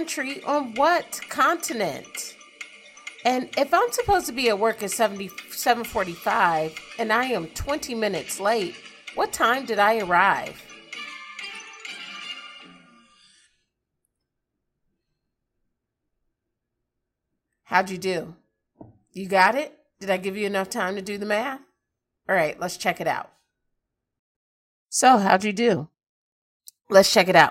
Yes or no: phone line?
no